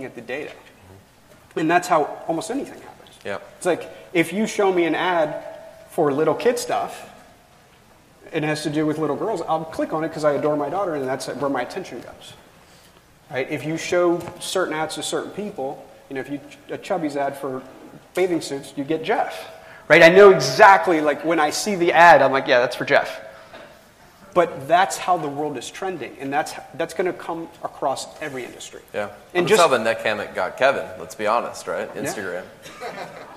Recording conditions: live audience